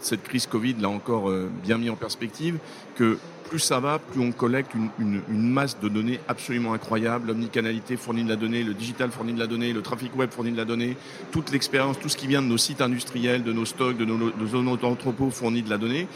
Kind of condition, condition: setting, busy venue